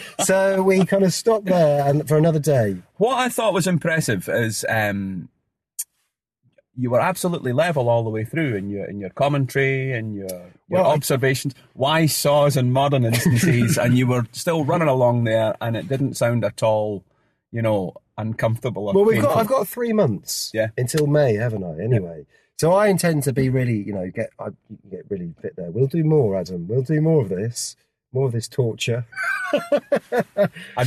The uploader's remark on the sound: This podcast was recorded live on a rehearsal for the 5K running tours in February 2017.